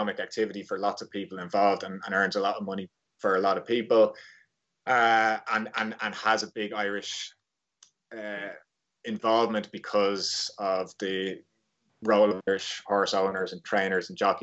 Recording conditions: video call